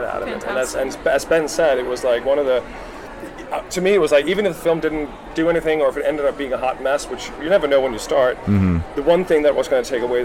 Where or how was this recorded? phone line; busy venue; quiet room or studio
busy venue